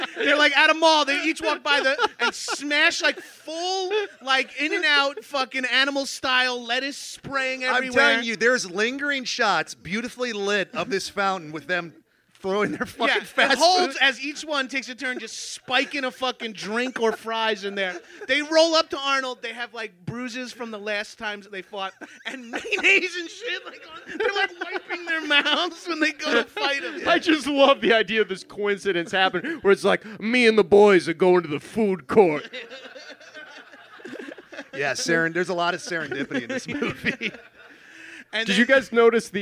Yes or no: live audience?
yes